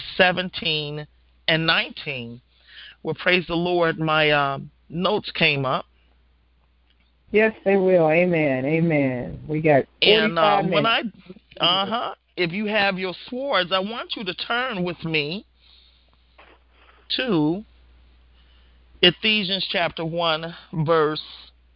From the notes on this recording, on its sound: Women of Grace 1-20-2016 conference call class.